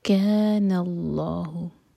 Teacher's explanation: اللہ تعالیٰ کے نام میں جو لام ہے اس کو منہ بھر کر پڑھا جائے گا